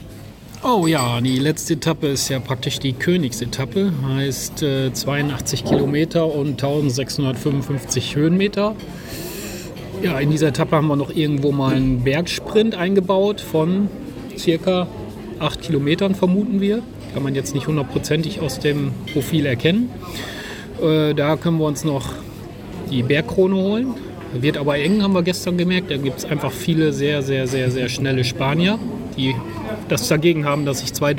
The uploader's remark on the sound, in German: 4-Stage Mountainbike Race Lanzarote, im Club la Santa. Berichten auch heute wieder live von der Etappe.